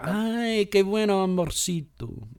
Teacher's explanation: now you say it quickly, and it's almost like you don't even roll.